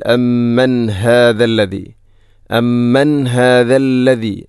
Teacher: അമ്മൻ ശേഷം ഹാഇൻ്റെ ശബ്ദം കൃത്യമായിരിക്കണം, തൊണ്ടയുടെ ഏറ്റവും അടിഭാഗം